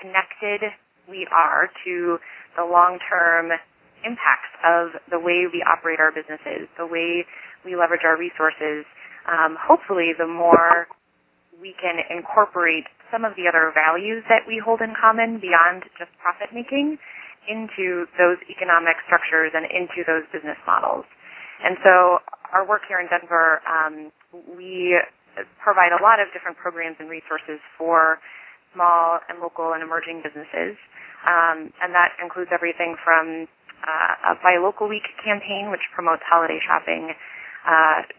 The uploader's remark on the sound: Call recorded on September 22, 2011.